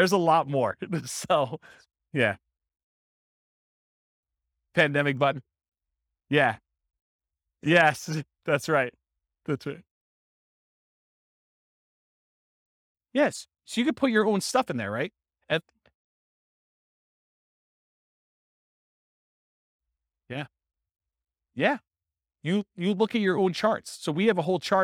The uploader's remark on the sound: This was a live class recorded